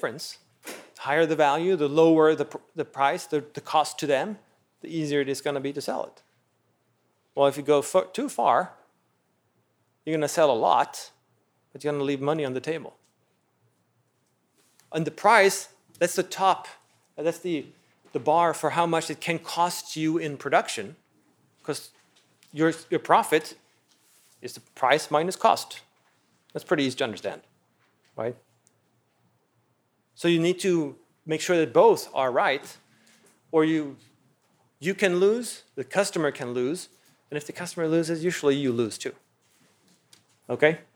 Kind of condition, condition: setting, large echoing room